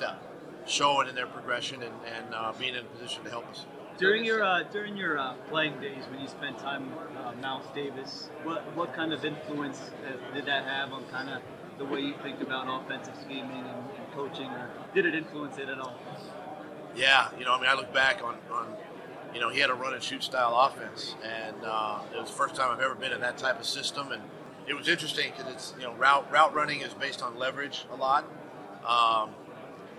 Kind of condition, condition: setting, busy venue